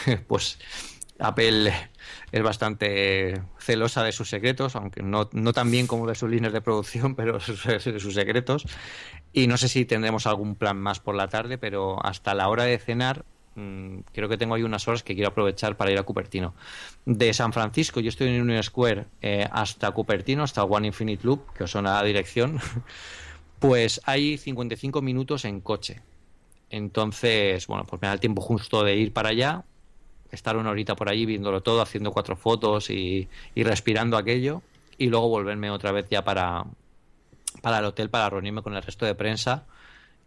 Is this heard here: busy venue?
no